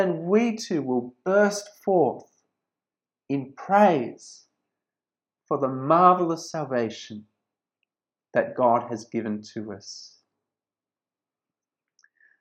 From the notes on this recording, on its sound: This sermon was preached at St George's Church, Penang on 23rd December 2020.